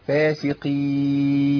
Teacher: القاف عندي هنا مكسوره يعني في ادنى مراتب التفخيم